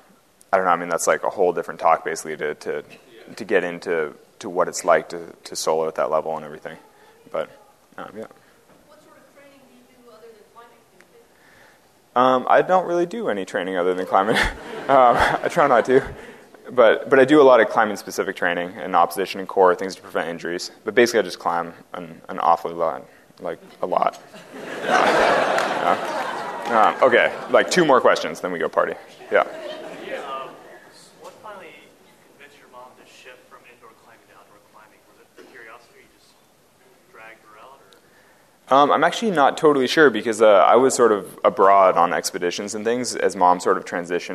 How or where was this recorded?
busy venue